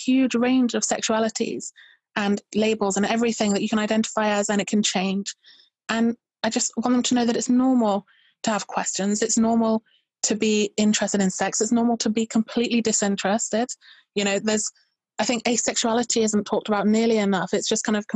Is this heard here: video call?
yes